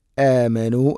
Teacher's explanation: ഹംസ തൊണ്ടയുടെ താഴെ ഭാഗമാണ് മഖ്റജ്. ഇത് രണ്ടും തൊണ്ടയുടെ താഴെ ഭാഗം.